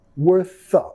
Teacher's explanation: vinculando el sonido schwa